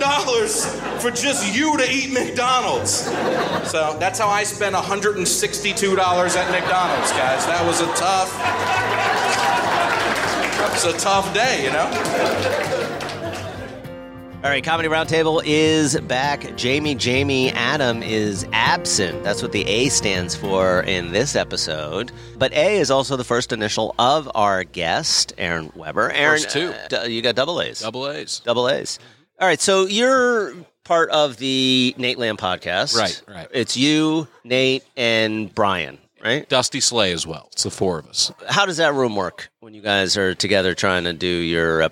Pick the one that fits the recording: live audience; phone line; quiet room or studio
live audience